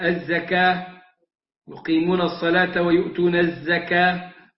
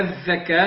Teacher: نفرق بين الزاي والذال، الزاي بعدم إخراج طرف اللسان